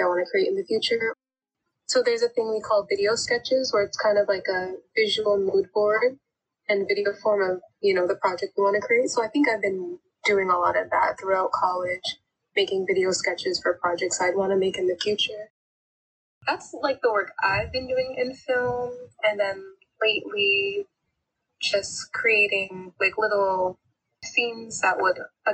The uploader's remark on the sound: In part 2 of this Facetime call with Ivorian-American artists.